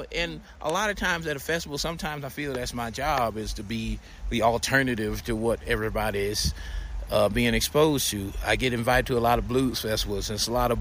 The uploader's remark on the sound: Telluride Blues and Brews festival. We did this interview on my cell phone next to a stream in the middle of the mountains.